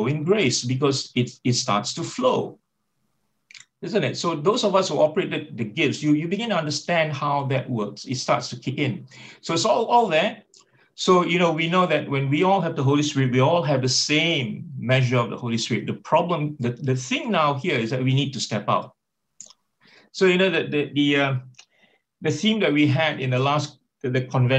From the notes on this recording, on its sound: Talk 2 from the Wednesday United zoom meeting.